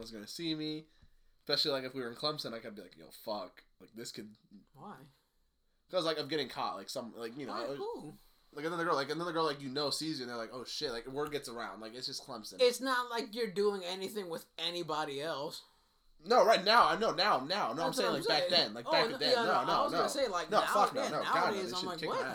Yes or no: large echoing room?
no